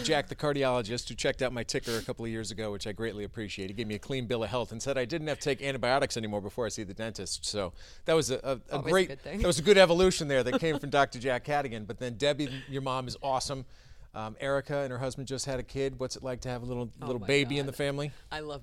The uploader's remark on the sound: catch up after a very tough workout at Orangetheory Fitness in Islington Center